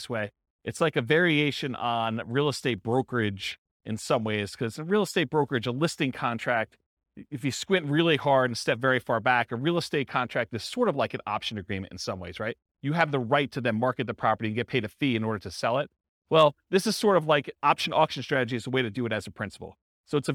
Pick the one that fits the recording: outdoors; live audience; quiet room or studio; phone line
live audience